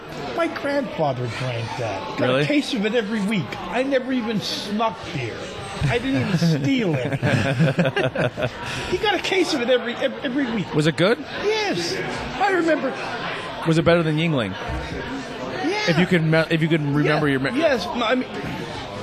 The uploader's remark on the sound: We are on location At Mcniffs In Mahanoy City.